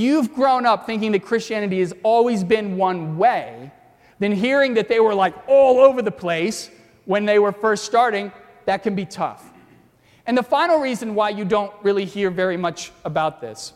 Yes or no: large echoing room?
yes